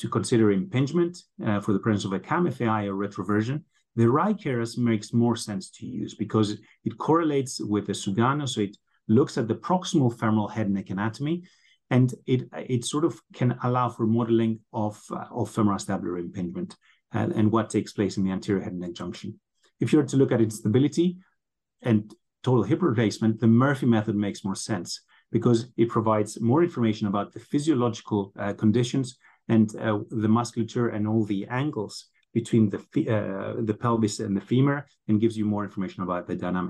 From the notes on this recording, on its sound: This is the Audio Replay of the recent ISAKOS Webinar